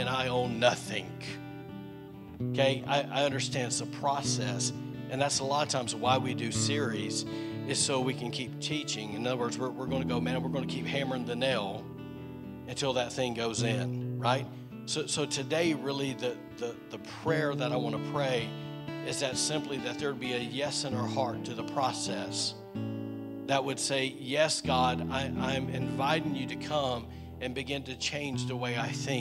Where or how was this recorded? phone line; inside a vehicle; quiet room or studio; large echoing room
large echoing room